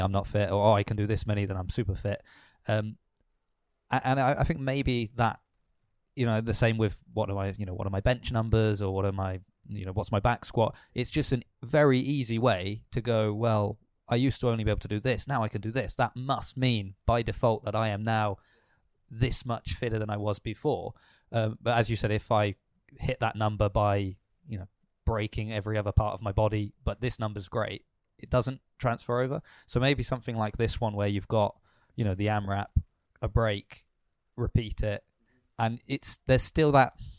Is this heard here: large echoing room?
no